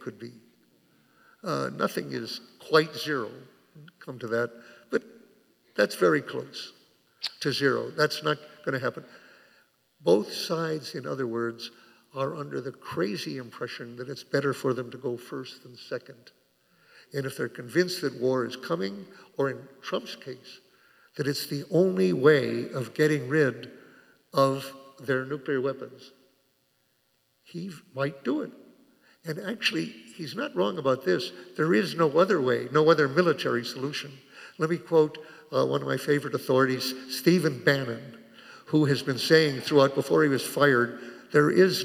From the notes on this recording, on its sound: Took place on January 9 at University Temple Church. It was presented by Town Hall Seattle and Washington Physicians for Social Responsibility.